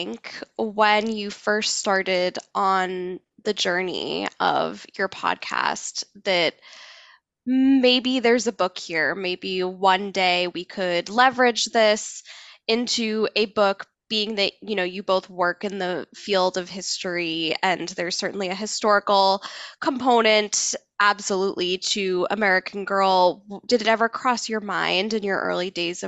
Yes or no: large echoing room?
no